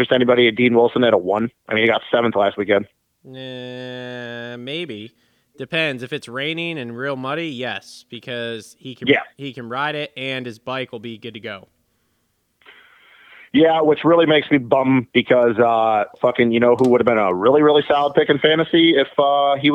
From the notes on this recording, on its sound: get on the phone